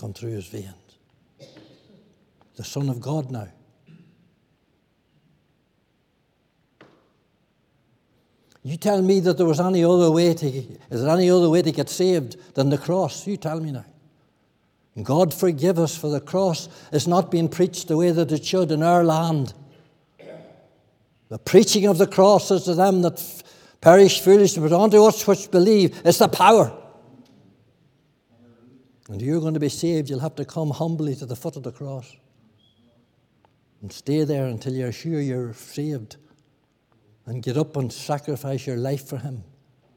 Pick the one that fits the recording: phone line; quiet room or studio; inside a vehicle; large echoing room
large echoing room